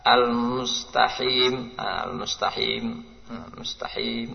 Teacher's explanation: Mengganti qaf dengan ha. Al-mustahim.